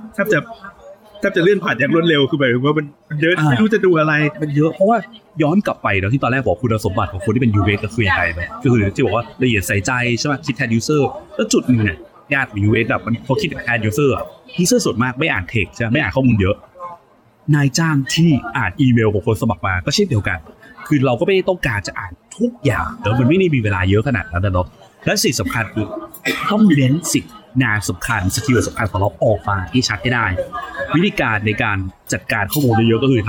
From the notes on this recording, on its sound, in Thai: Ep นี้ไปอัดกันนอกสถานที่ เสียงรบกวนอาจจะดังพอสมควรครับ ต้องขออภัยไว้ก่อนนะครับ